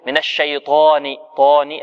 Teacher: فتصبح الطاء وكأنها أشمت بالضم، فيها رائحة الضم